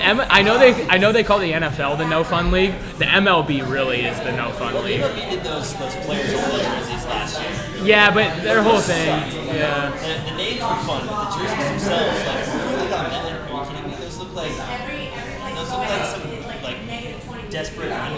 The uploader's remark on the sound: LIVE from Intermezzo Carmine